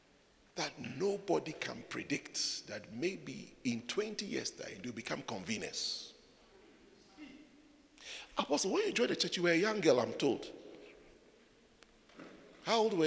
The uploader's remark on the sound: Preached at the Joyful Encounter Service, Windhoek Namibia.